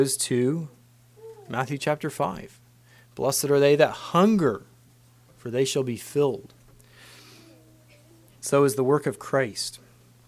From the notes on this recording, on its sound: Christmas message preached at Word of Hope